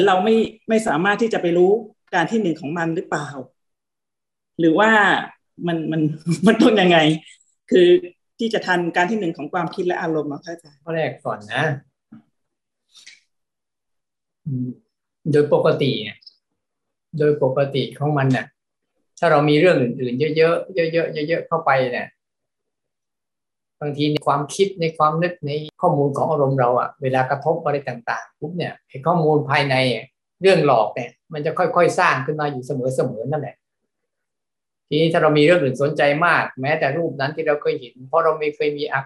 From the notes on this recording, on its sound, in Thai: คอร์สออนไลน์ (ผ่านโปรแกรม Zoom)